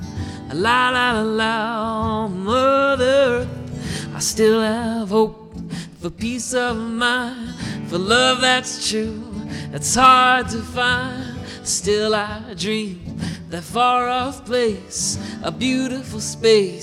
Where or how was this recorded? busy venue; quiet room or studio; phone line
busy venue